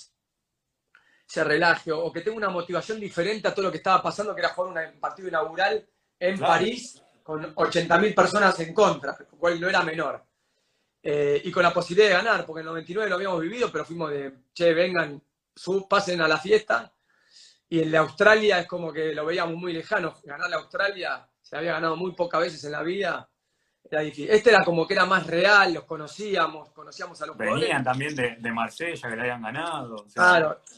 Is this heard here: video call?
yes